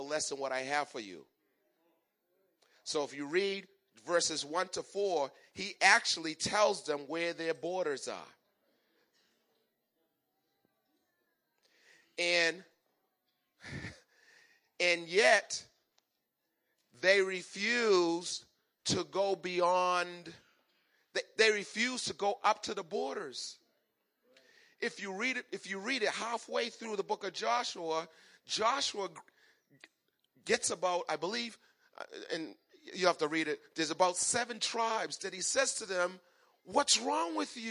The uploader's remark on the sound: Recorded on 2017-02-26 at the 08:30am Service.